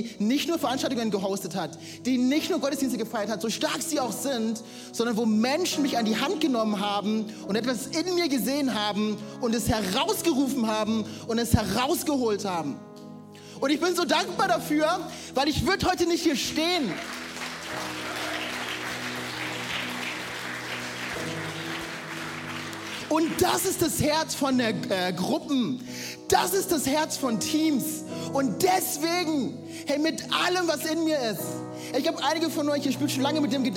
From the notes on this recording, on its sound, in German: Audiomitschnitt der Predigt vom 16.